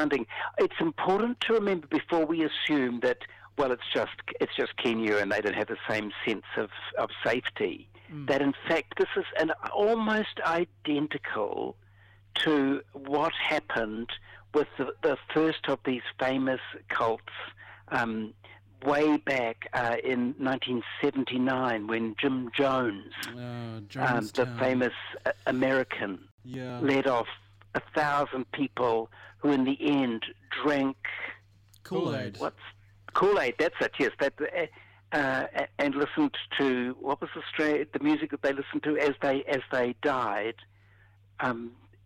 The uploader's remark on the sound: on a rather dodgy telephone line